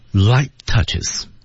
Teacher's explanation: 在节奏上呢，light touches t 失去爆破